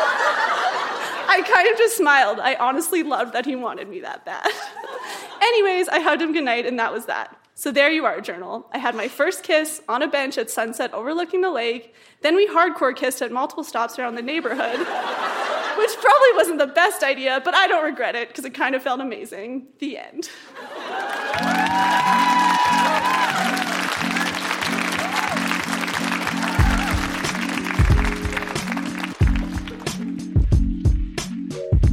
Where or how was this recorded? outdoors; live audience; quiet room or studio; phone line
live audience